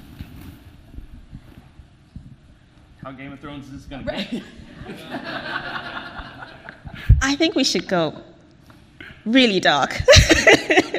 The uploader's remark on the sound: This podcast presents a panel discussion from the 2019 Mobile in Clinical Trials conference.